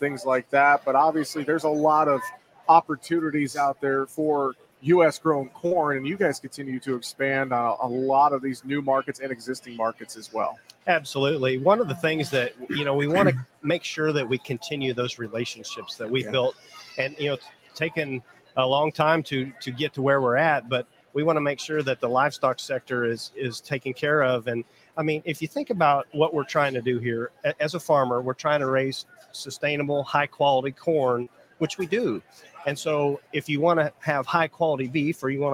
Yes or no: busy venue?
yes